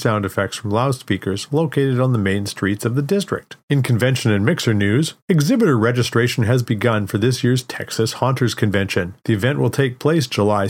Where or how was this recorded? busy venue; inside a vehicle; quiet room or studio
quiet room or studio